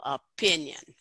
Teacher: we need to make sure that we put the most stress on that second syllable · Term: main stress